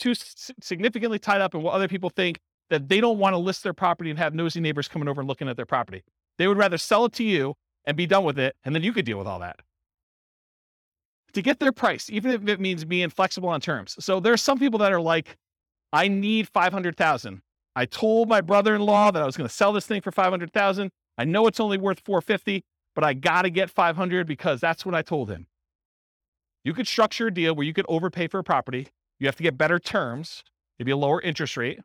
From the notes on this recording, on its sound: This was a live class recorded. Roseville, California.